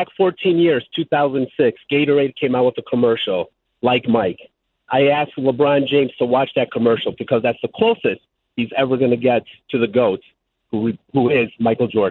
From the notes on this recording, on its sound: takes your phone calls